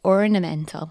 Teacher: I'm a rhotic speaker. My speech has r sounds after vowels. And Daniel Craig's accent in Knives Out is non-rhotic, so no r sounds after vowels.